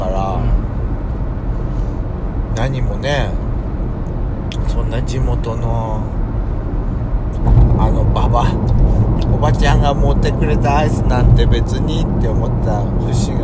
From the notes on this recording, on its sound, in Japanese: ドスドライブ収録 #ロードノイズゴメンね。遠征レポート秋田。道の駅巡り。